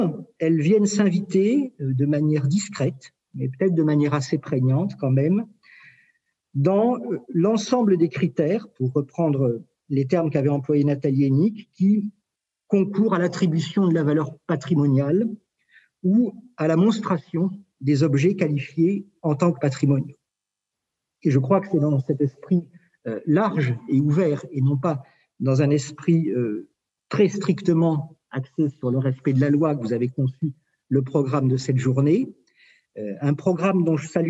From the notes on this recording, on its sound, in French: Enregistré sur Zoom le 4 février 2021